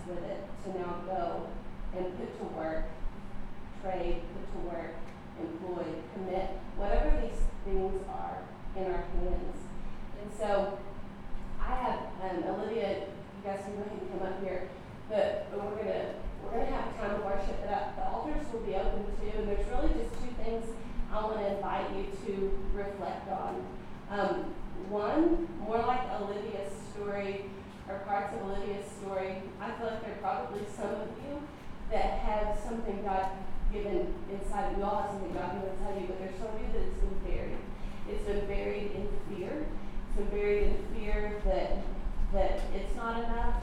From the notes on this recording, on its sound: Recorded at our June monthly gathering.